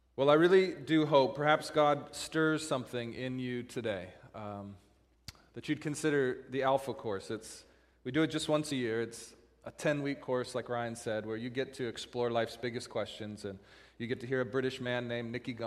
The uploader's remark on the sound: Christmas Eve Service - Audio